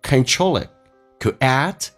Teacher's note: it 的 t 去掉， could 的 d 去掉，这个叫略音